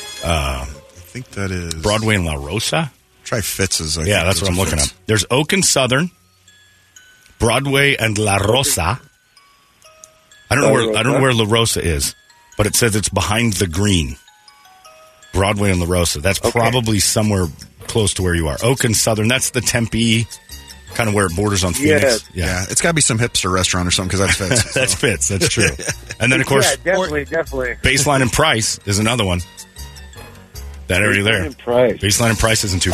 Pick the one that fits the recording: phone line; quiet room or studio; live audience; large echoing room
phone line